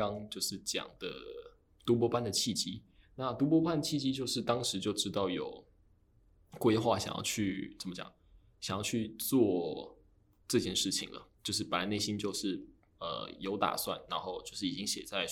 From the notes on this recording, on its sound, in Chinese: 另外我發現用iPad的GarageBand錄音，自帶的Reverb超重都調不掉，導致聲音的空間感太重